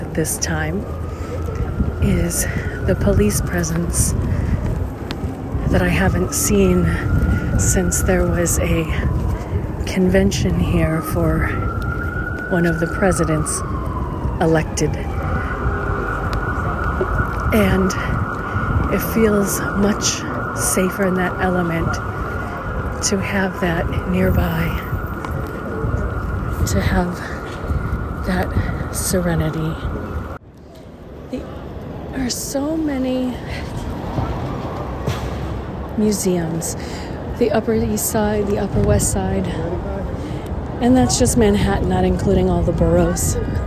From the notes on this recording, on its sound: Rockefeller Center & 5th Avenue, NYC, New York, USA. Special Edition On Location Walk and Talk.